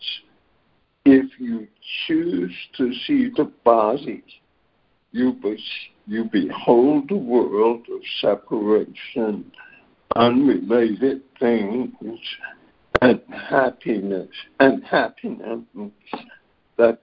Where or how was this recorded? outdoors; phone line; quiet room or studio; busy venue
phone line